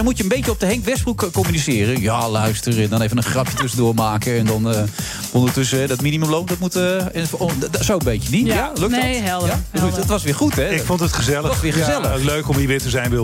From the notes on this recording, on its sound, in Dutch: live vanuit de Lobby van het Double Tree by Hilton Hotel in Amsterdam